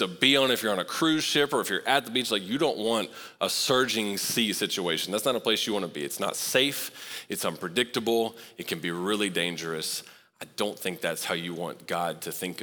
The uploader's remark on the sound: Recorded live at Long Hollow Church on February 20, 2024.